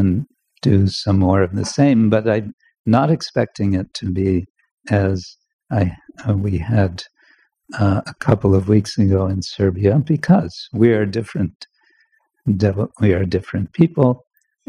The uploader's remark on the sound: Recorded during Bhakti Retreat 2023 in Kientalerhof/Switzerland - Bad quality, next will be better.